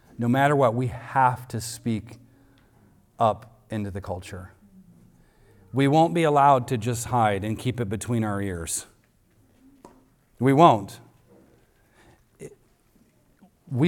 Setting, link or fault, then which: setting, large echoing room